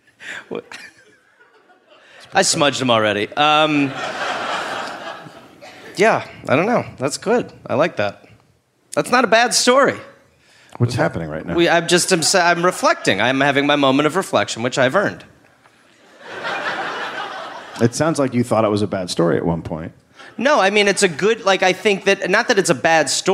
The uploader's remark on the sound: Live in Canberra